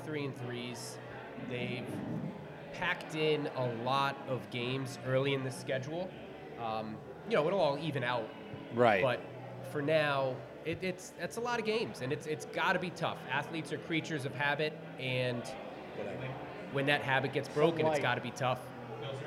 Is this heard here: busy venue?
yes